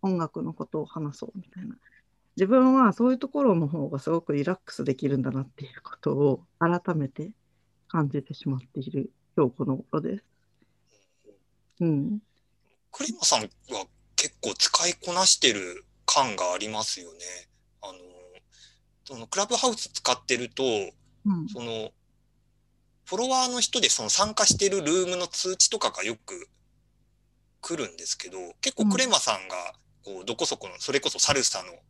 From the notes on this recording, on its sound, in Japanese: ClubhouseとZoomで同時収録